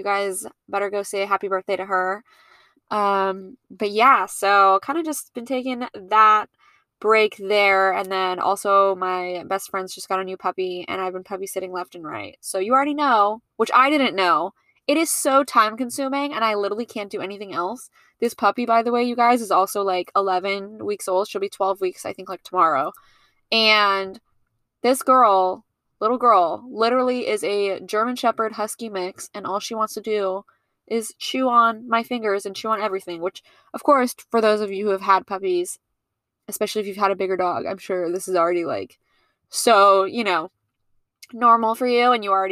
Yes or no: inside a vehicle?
yes